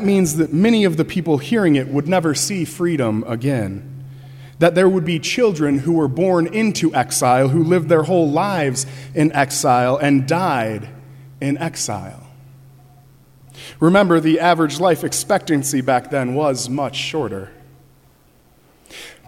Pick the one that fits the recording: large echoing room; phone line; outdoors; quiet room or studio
large echoing room